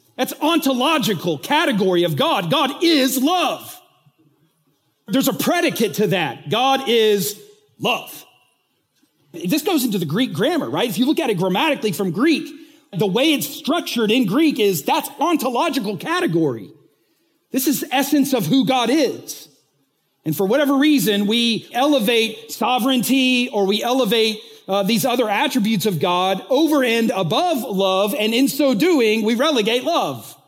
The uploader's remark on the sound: recently taught at the Church Leaders Conference